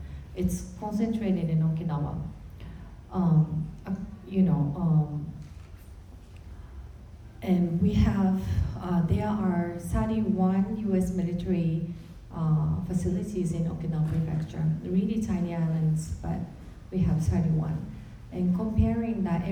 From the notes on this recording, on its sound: This week, we present to you the audio from our most recent event. Co-hosted by the Justice and Peace Office and the Independent and Peaceful Australia Network (IPAN). The discussion panel featured two keynote speakers.